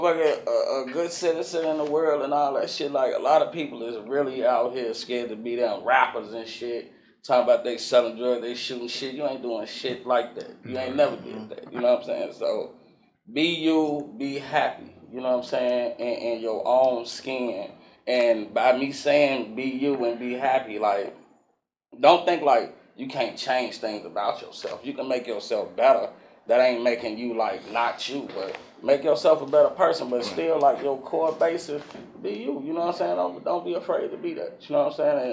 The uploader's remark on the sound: go on location to one of the best barber shops in Atlanta RX-Elites.